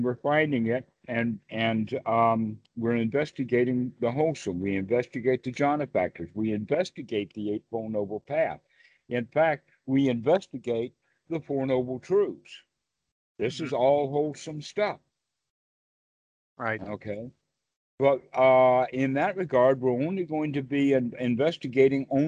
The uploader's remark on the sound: skype calls on this channel